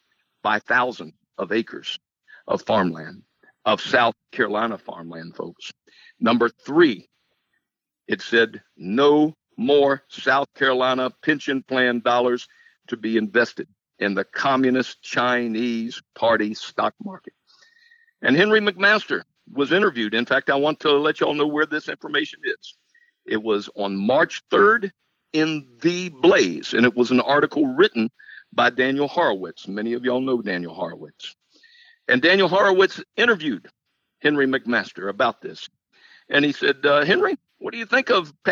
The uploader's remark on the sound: In this episode we have a phone interview.